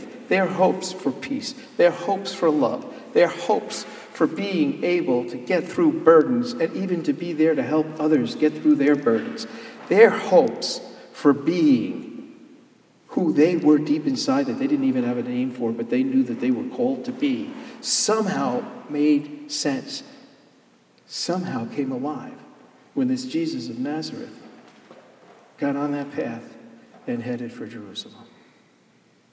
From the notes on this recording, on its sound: Sermon Delivered on Palm Sunday, Jan hus Presbyterian Church and Neighborhood House, NYC